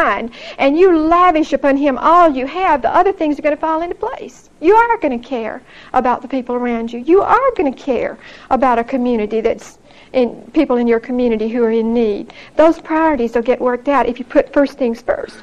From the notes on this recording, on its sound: Recorded 9/23/1975 at Whitesburg Baptist Church.